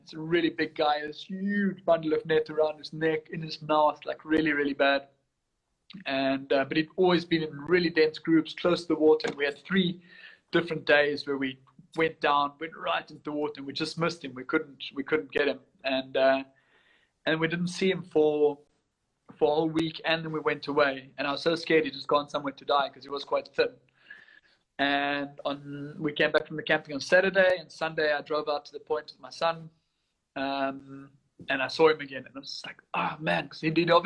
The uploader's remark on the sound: via Instagram Live